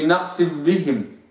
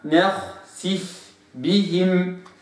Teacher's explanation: وقعت بين مفخمين فالغين مفخمة والراء مفخمة فاقرأها غثراء هكذا. طيب إذا أتى بعدها باء لابد أن نخلص الفاء من الباء · Shown in: second take